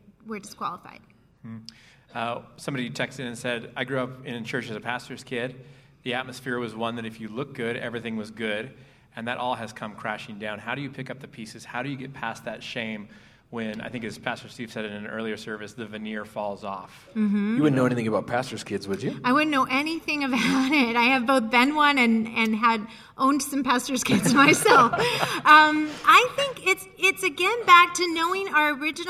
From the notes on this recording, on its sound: Live at Westside Church. 4 part live series.